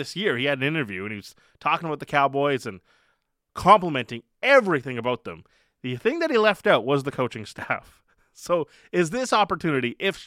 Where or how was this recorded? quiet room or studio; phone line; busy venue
quiet room or studio